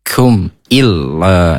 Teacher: Illa ditekan, kemudian lanya dibaca panjang 2 harokat